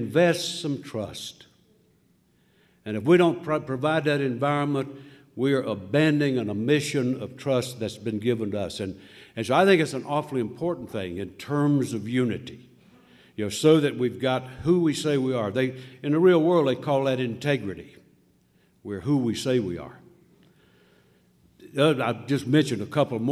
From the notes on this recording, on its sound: at the State Line Conference in Nevada in 2006